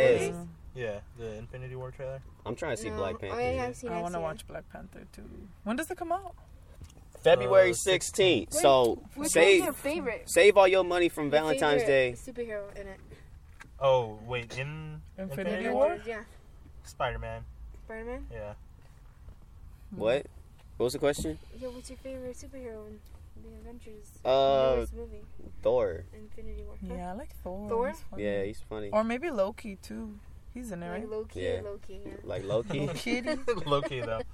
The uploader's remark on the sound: Not one, but two guests jump in the car to chat today!